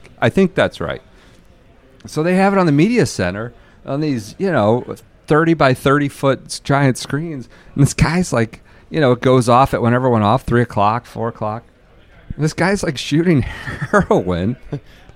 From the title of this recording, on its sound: Friday at the U.S. Open from the Precision Pro House in Boston